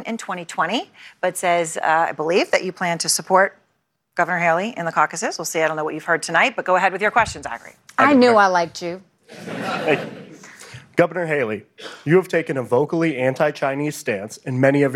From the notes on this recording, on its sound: A live Republican Presidential Town Hall. From Des Moines, Iowa.